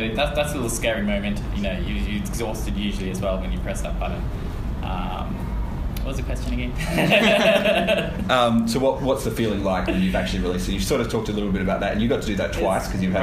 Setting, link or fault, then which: setting, busy venue